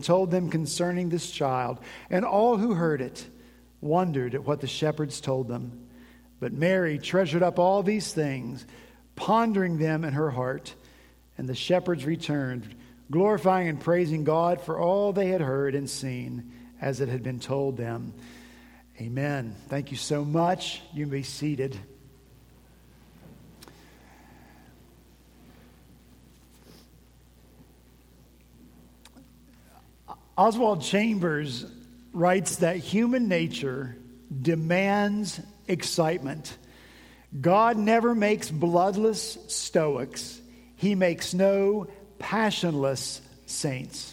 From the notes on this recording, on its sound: At Redeemer Presbyterian Church in Charleston, SC